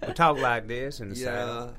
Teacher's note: Okay, so, 这个 Southern accent 最有特色的就是 the draw, 就是把元音的 vowels 搞得很长